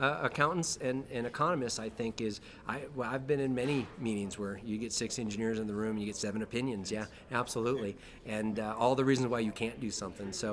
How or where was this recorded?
busy venue